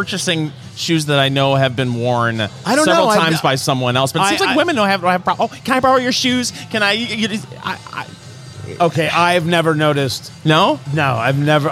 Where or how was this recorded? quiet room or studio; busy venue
busy venue